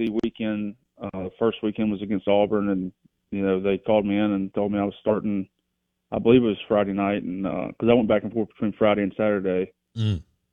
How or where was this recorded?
phone line